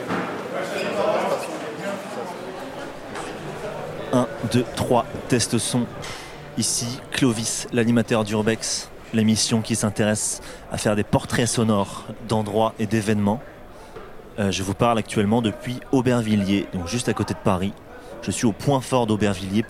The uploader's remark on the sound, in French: Au milieu du Grünt Festival. Pose ses micros dans les coulisses du Grünt Festival 2 et part à la rencontre de ceux qui le font : organisateurs, artistes et spectateurs.